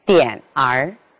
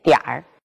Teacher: 不是发成两个音节，点儿，而是发成一个音节 · Shown in: second take · Term: 儿化音